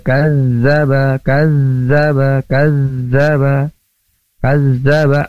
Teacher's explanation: Terus di sana ada kazzaba, ada zal bertasydid. Zal juga punya sifat mengalir suaranya. Jadi harus berbunyi ketika tasydid ya.